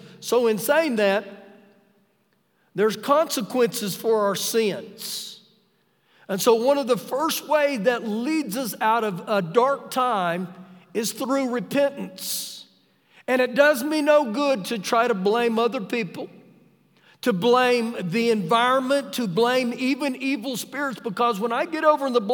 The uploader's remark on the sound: Ecorded live during our Wednesday night service.